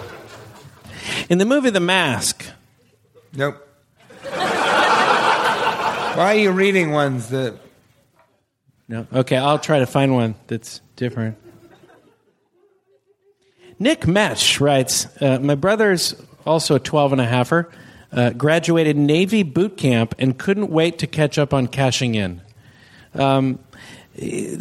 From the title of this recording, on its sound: Live from Portland!